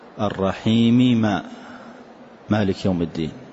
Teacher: الميم والميم يتفقان في الصفة والمخرج كلاهما على الشفتين، فلما اتفقا في الصفة والمخرج نسميه إدغاما كبيرا.